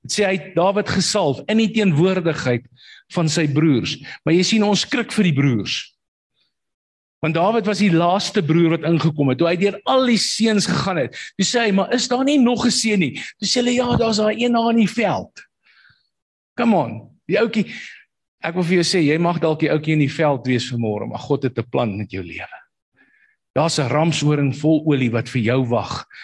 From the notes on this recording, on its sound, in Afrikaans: Manne van die Woord Zoom Byeenkoms.